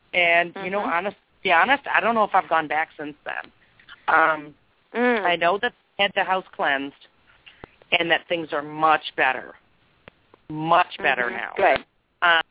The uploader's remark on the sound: This is a live call in show